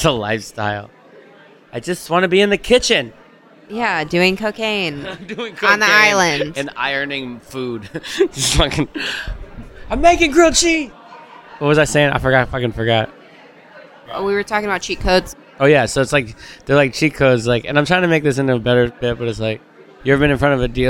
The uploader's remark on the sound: Backstage: Mad House Comedy Club